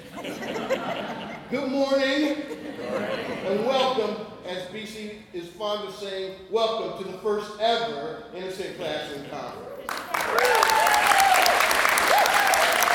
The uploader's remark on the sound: speaking at the first ever Innocent Classroom Conference on August 18, 2018 in Omaha, Nebraska